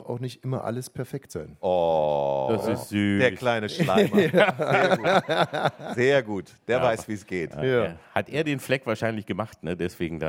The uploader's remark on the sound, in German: Live mit Publikum. Vor echten Menschen sprechen sie.